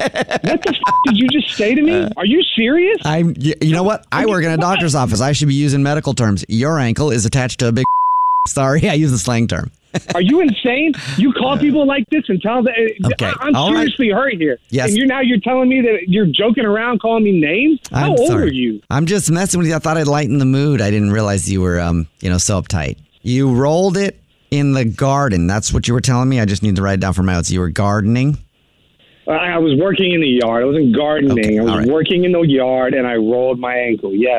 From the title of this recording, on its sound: is on the phone in this prank!